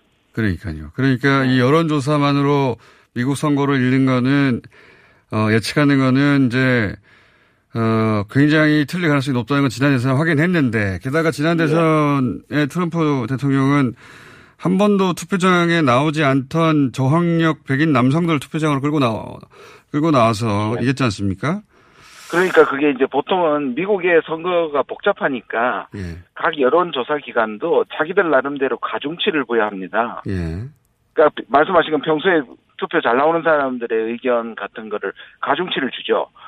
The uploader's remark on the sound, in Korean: 전화연결